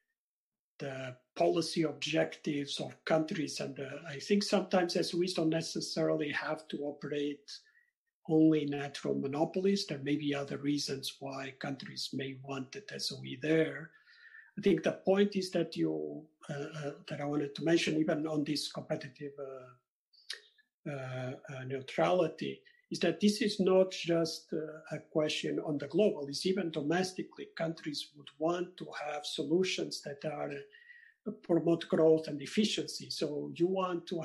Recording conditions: video call